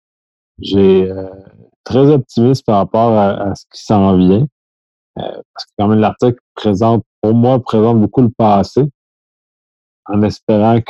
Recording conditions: video call